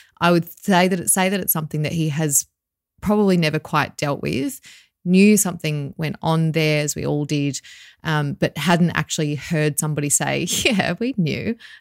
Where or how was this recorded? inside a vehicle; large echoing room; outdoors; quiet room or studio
quiet room or studio